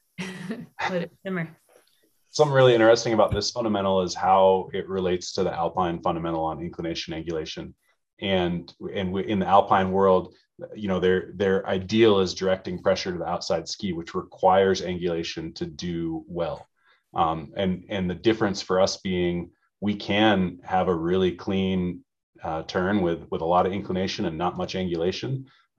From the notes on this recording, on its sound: This audio comes from a recorded video session through Zoom and was not edited for content.